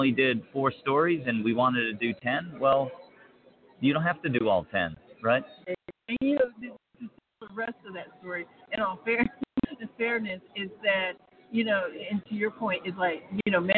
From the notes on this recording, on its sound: LIVE #BBCCon Las Vegas